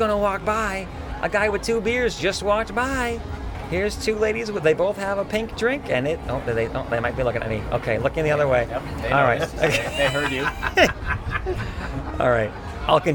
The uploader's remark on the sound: On location, we talk about what we see from the Stave Church front porch.